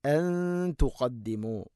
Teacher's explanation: നൂനിനെ അവ്യക്തമാക്കി മണിക്കണം. ഇഖ്ഫ ബിഗുന്നയാണത്.